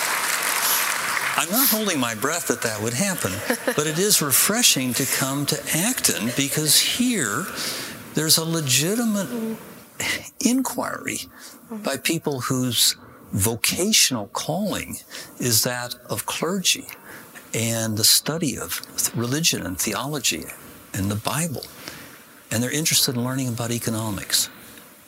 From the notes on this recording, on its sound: delivered a plenary address as part of Acton University 2018